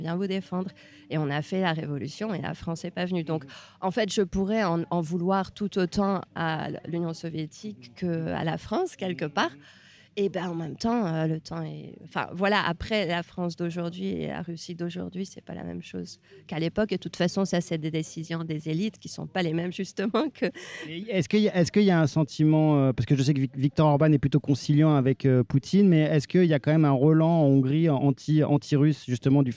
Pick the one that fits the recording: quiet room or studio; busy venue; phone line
busy venue